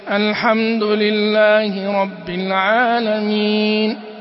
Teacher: هذا لا يكاد يخرج شيء من الفم، كله خيشومي، فهذا خطأ.